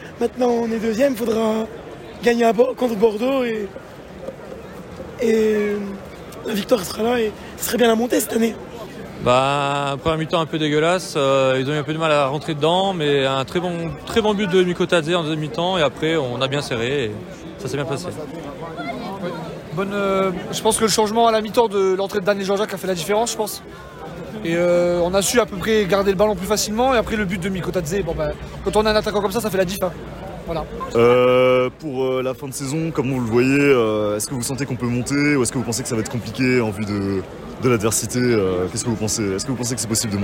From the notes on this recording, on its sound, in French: Micro-Trottoir de VOS réactions sur Metz - Laval.